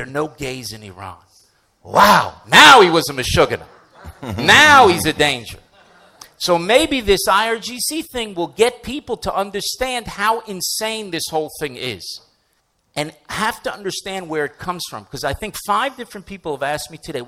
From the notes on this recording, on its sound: Addressed a live audience for StandWithUs UK, which I hosted in Central London.